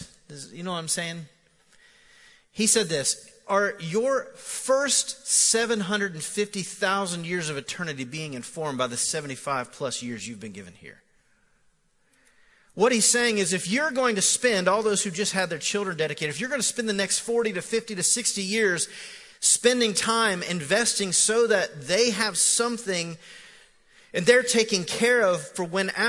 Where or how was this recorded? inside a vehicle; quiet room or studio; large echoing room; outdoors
large echoing room